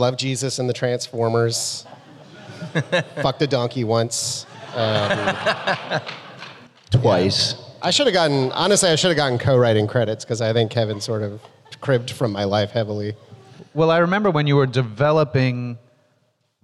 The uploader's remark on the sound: Reunion Panel from Rhode Island Comic Con 2021